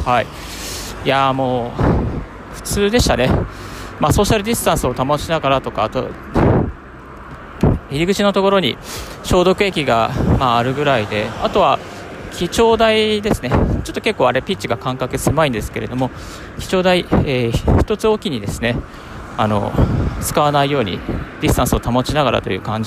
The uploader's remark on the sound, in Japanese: 歩きながらラジオ配信